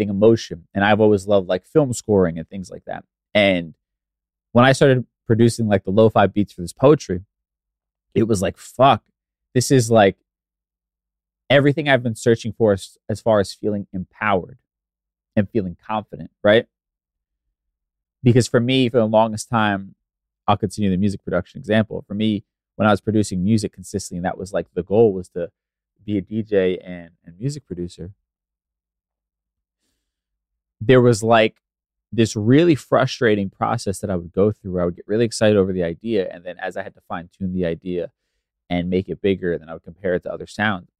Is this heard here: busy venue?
no